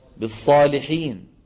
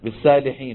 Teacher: بعض أخواننا العجم ما بيحسن يفخم الصاد · Shown in: second take